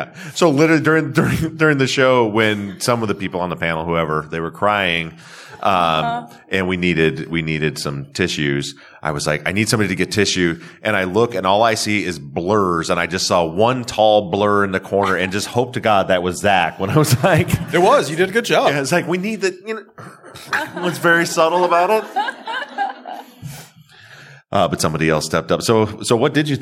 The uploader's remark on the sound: This week's follow-up is a live recording from Obsessed Fest in Dallas, Texas. Answer live listener questions.